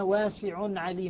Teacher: لأنه بينهما تنوين، والتنوين نون ساكن حرف، حرف، فلا يدغم من حيث اللفظ، من حيث لا يدغم العين بالعين.